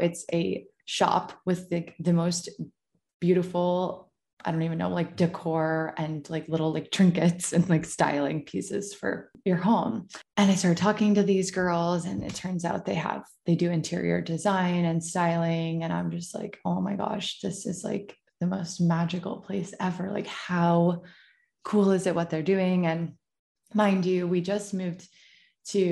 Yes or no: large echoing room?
no